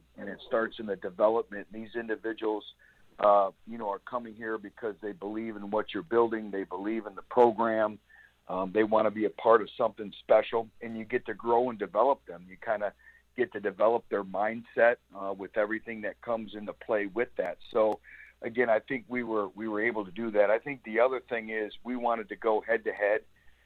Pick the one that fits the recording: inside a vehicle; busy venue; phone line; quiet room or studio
phone line